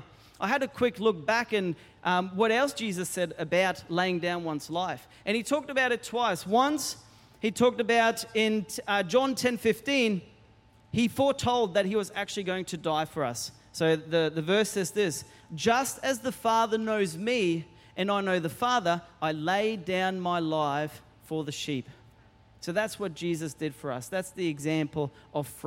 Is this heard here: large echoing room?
yes